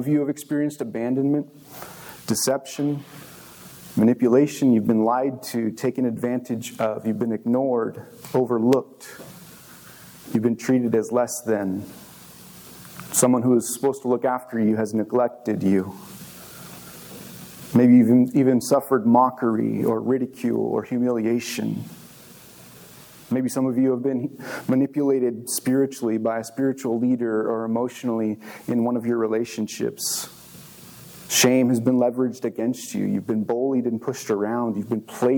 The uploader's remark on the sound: This message was recorded on March 19, 2023, at View Ridge Middle School in Ridgefield, Wa.